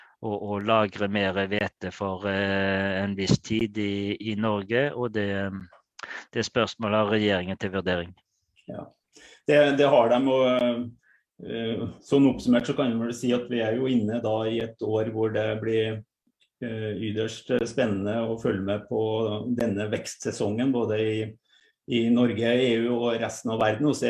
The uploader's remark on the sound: Live Zoom.